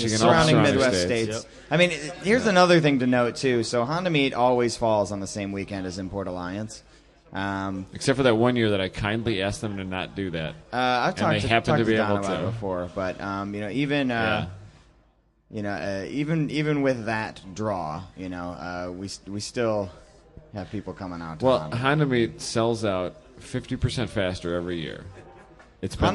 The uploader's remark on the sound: LIVE from HondaMeet15 Party Barn